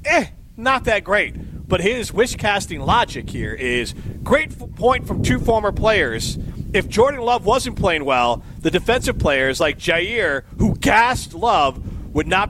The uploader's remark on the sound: are live at Wild Rock Golf Course for the Easterseals Golf Outing